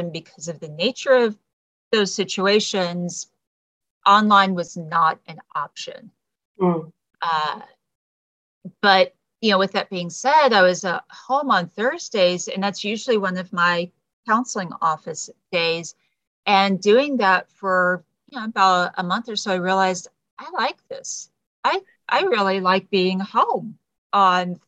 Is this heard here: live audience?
no